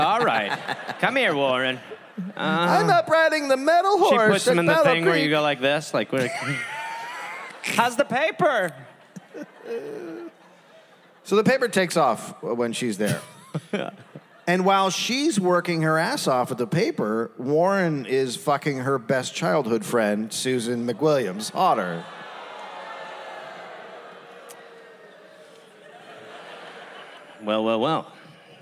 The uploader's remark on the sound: Recorded live at the Lincoln Theater in Washington DC.